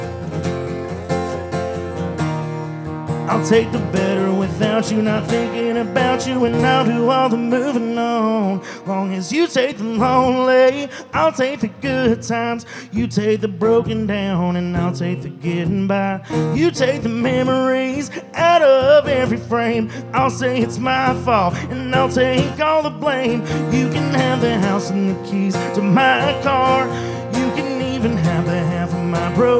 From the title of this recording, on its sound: Rounds At Live Oak In Nashville